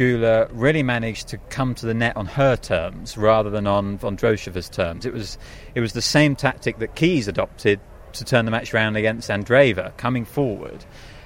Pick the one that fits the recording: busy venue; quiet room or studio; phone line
busy venue